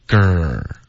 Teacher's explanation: g 的这个音呢是舌头的后部分对吧